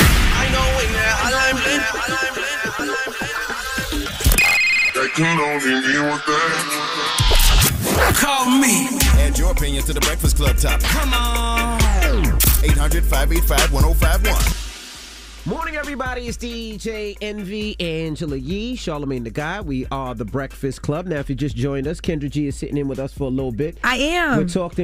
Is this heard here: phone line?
yes